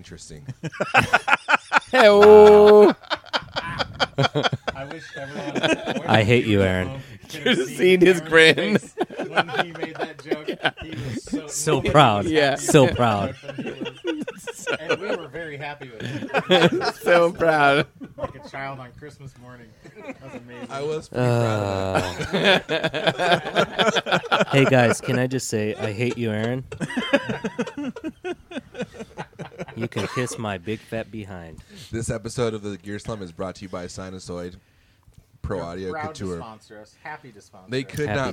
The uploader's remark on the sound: A special live episode recorded on a patio overlooking the Puget Sound and the Seattle skyline.